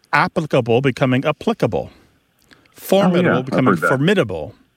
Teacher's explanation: words that have previously been stressed on the first syllable are becoming stressed on the second syllable